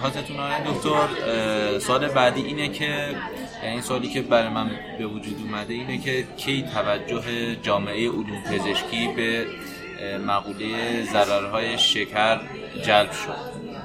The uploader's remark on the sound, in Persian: این پادکست رو توی یک کافه در شهر تهران ضبط کردیم، برای همین صداهایی توی پسزمینه میشنوید و از این لحاظ با بقیهٔ پادکستهای دهان متفاوت شده.